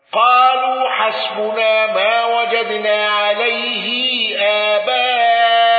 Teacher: قالون بصلة ميم الجمع وقصر المنفصل واندرج معه أبو جعفر